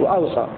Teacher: بهمزة مفتوحة بين الواوين مع سكون الثانية وتخفيف الصاد